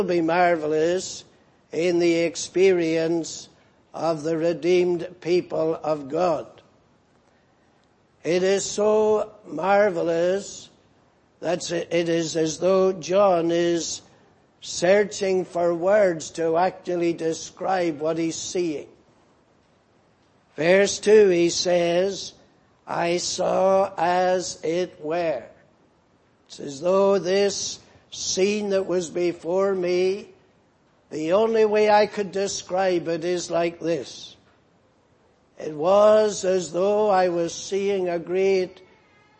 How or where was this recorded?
large echoing room